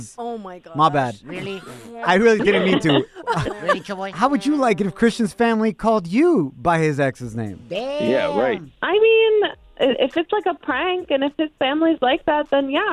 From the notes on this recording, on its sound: we opened up the phone lines